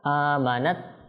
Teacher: ইজহার হবে তানবিনের পর হামজা এসেছে